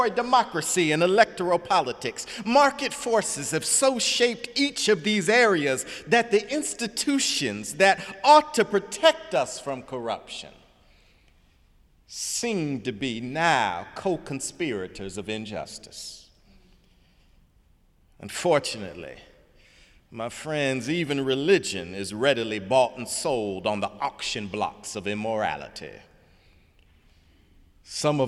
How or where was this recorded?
large echoing room